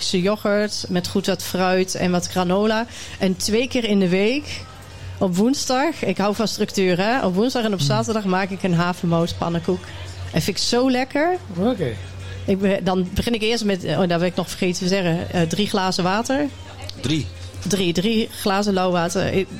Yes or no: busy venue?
yes